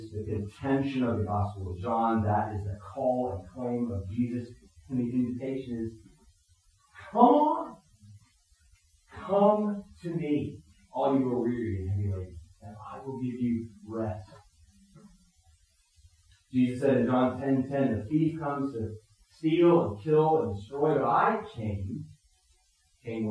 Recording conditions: poor sound quality